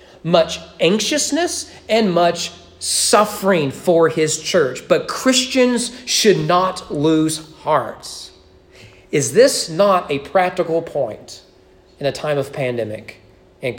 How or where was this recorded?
large echoing room